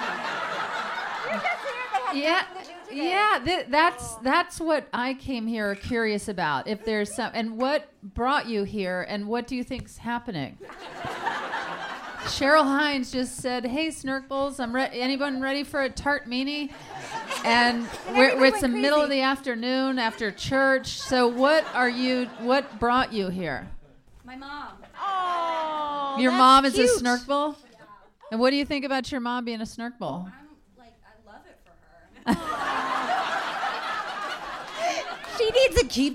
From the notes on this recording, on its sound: LIVE SHOW! Ever LIVE show.